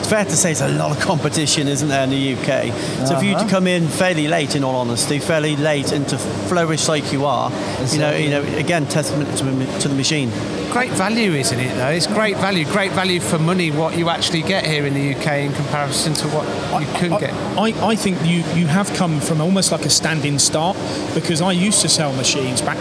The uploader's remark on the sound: Recorded from the recent ROMI open house